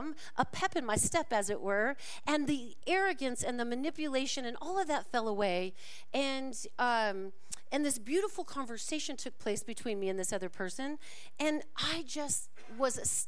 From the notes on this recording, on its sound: This talk was recorded live at the Center for Spiritual Living Prescott on December 24, 2023.